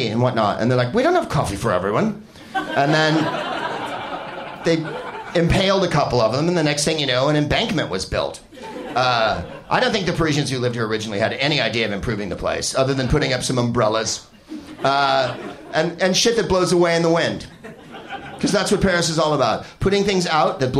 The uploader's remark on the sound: Live from The SoGymnase in Paris